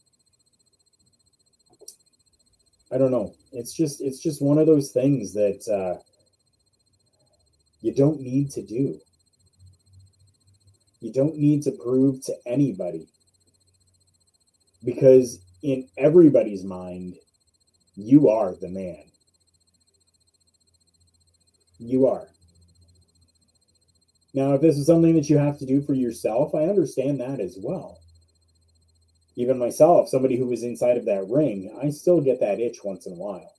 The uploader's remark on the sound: Audio issues happened during the live broadcast of the show that could not be corrected.